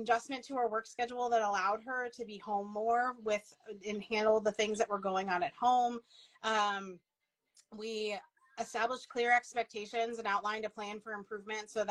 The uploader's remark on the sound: We were invited to go live on instagram